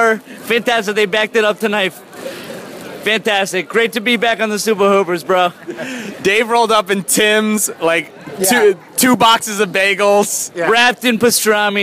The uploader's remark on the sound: Live from the Staples Center!